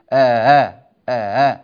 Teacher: لاحظوا الصوت فيه انضغاط في المخرج لكن لم ينقفل · Term: صوت التسهيل